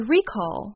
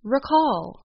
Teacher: The first syllable of the word is stressed. · Shown in: first take · So we say recall, not recall.